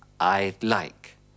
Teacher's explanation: Das D ist das einzige, was von would noch übrig bleibt. I would like wird zu I'd like. · Term: Kurzform